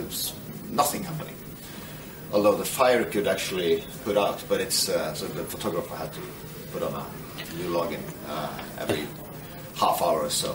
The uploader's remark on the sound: We are in one of the social areas on board a moored Hurtigruten ferry several hours before it departs on its journey up north to Kirkenes; as the interview progresses more people come onboard and there is background noise from them, and a bar in the background.